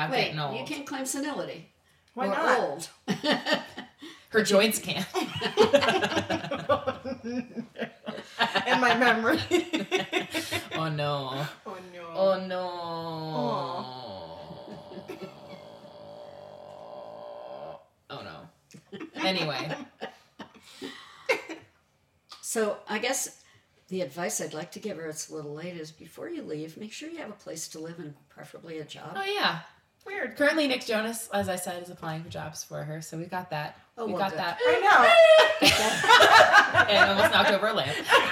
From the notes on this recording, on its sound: Featuring some jacked audio because we tried to be fancy with a new microphone.